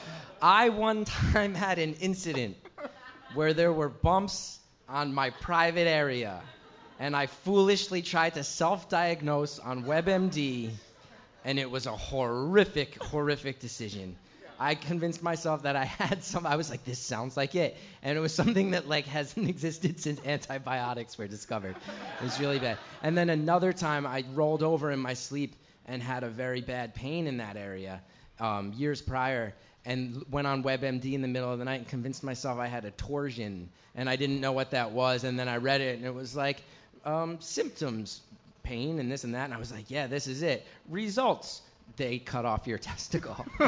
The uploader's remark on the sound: Ask Roulette is a conversation series in which strangers ask each other questions on stage. This excerpt is from our May show at Housing Works Bookstore in New York City. Some audience members.